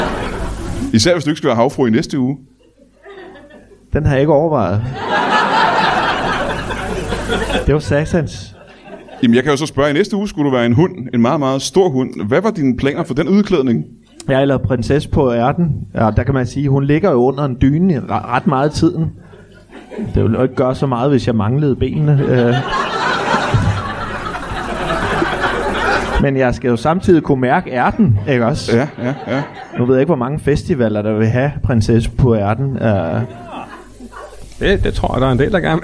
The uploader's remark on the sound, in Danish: LIVE fra Folkekirkens Nødhjælp